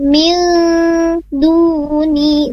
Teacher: ada di kata min duni bisa nun mati ketemu dal ditahan dua harokat karena dia ikhfa. Min duni wakila tidak di isharakan min duni tapi min duni seperti itu.